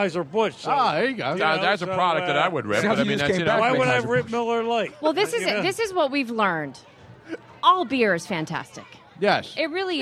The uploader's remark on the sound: LIVE from the 1yr anniversary of Moonshine Restaurant in SPhilly. His Soundboard gets "christened" by a Pigeon.